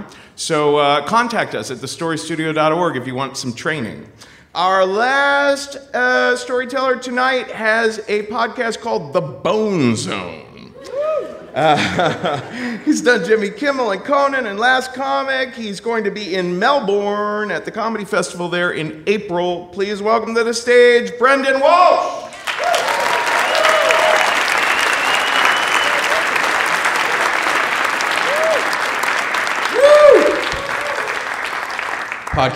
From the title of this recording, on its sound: Live from San Fran 2014